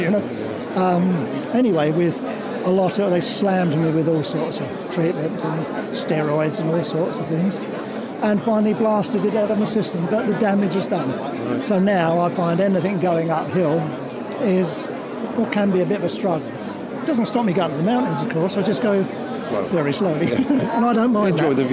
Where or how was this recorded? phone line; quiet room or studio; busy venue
busy venue